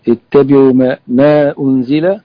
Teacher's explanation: مد منفصل، مد منفصل، يمد مقدار 4 حركات وفي 5 حركات في رواية